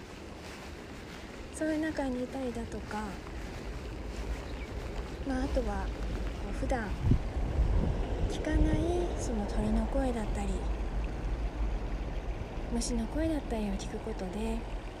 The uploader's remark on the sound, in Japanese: 今回は川沿いを歩きながら。マイクが水音をかなり拾ってしまったので、イヤホンで聴くとうるさく感じるかもしれません。